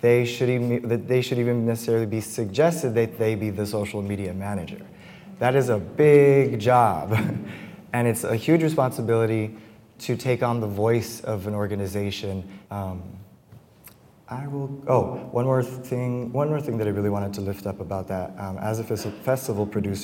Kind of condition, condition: setting, busy venue